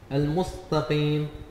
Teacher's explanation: المستقيم المستقيم إبدال التاء طاء في تفخيم التاء. المستقيم تفخيم السين أو إبدال السين صادا. المستقيم مد الفتح على التاء حتى يخيل للمستمع أن بعد التاء ألفا.